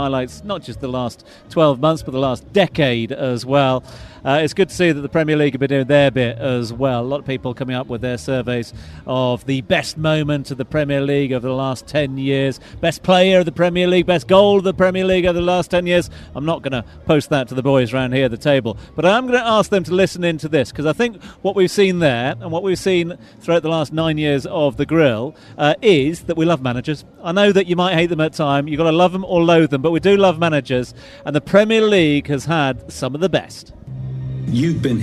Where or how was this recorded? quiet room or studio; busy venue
busy venue